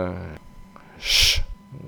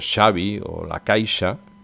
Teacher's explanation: un sonido que es como un chorro de aire, como una S con mucho aire, que es sh, como cuando decimos en español Xavi o la Caixa.